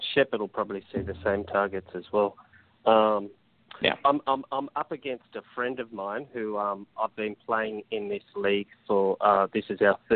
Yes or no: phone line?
yes